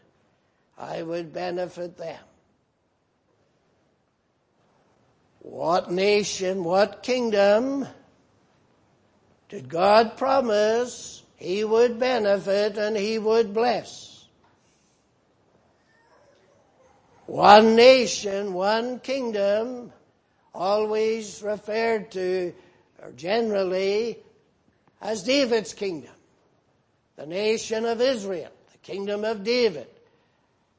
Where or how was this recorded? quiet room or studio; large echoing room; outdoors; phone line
large echoing room